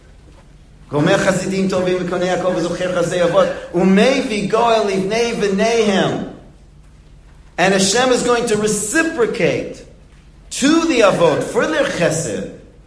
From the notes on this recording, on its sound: Delivered in the Glueck Beis Medrish.